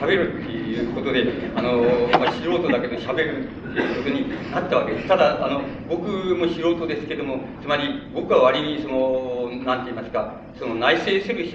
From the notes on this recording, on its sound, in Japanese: 場所：長岡市北越銀行ホール。音源は主催者提供だが、 客席から録音されたもの。